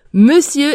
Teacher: Monsieur s'écrit avec un O et un N et on prononce le son E et non le son O